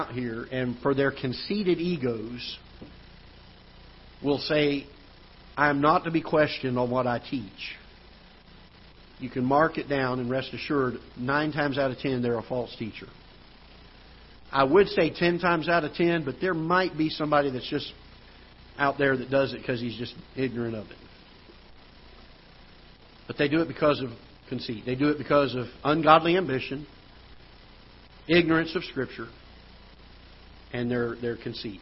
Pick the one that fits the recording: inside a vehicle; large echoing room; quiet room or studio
large echoing room